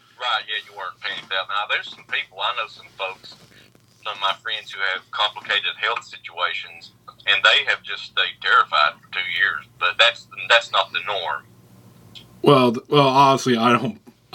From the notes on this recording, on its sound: Calls in to Kentucky. Recorded via phone in Grand Rapids, Michigan, and Kentucky, on Saturday, September 18th, 2021.